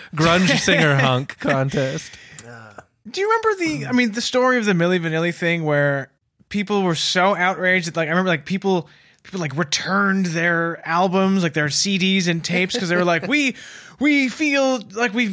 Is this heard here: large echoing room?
no